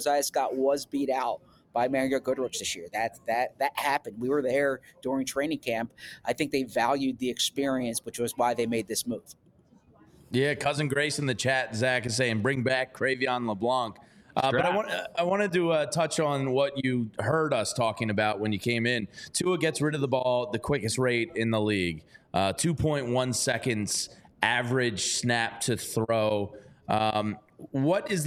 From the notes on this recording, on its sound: live from the Linc